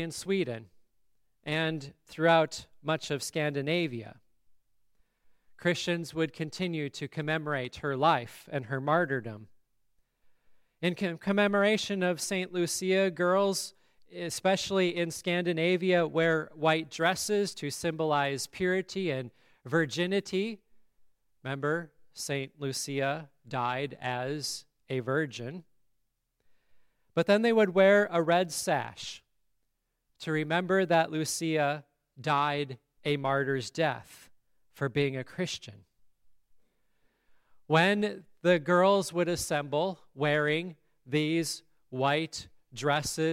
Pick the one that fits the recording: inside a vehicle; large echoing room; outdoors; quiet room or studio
large echoing room